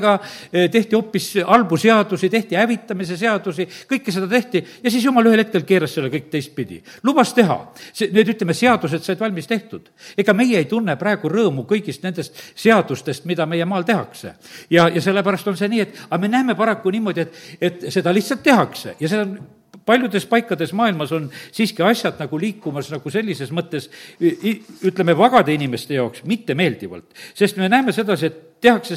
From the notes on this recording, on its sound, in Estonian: Audio salvestus koosolekult